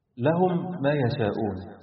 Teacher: أول حكم الإضغام، وده بيجي لما الميم الساكنة بتقابل ميم متحركة بعدها، فبدخل الميم الأولى في الميم الثانية وبعمل غن حركتين